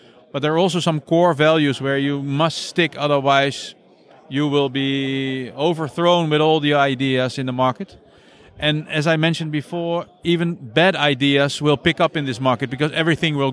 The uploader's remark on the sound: Recorded at Intercharge Network Conference 2022 (Hubject event)